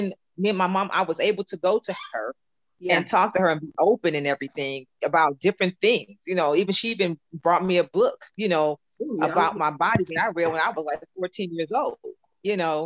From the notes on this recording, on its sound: this podcast was done via zoo zoom